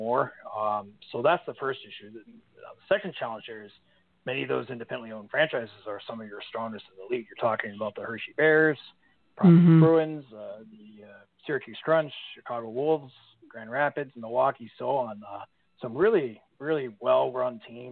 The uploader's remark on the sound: Phantoms post-season teleconference